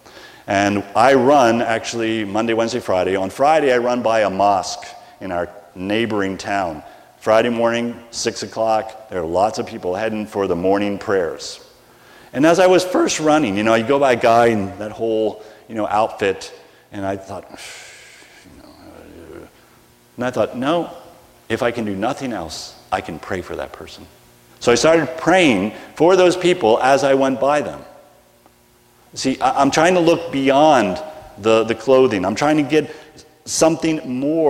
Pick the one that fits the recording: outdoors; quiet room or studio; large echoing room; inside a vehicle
large echoing room